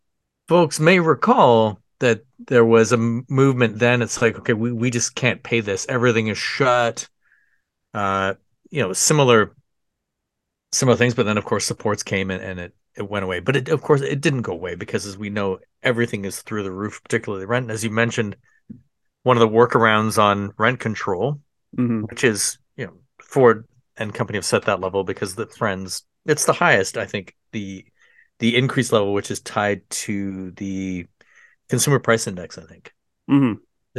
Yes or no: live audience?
no